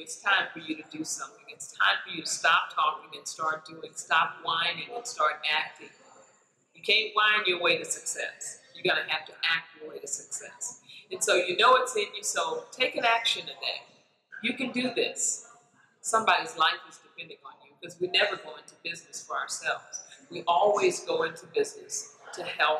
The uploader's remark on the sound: Sorry for the audio because it was recorded live.